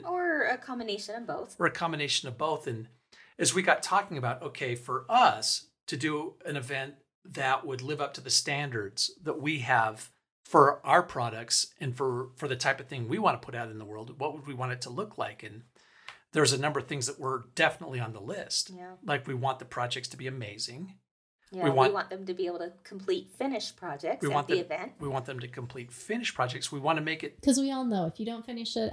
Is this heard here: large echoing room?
no